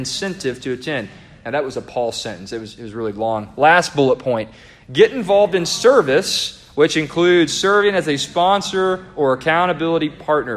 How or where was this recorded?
large echoing room